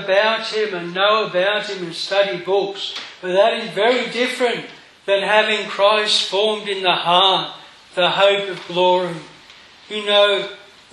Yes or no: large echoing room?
yes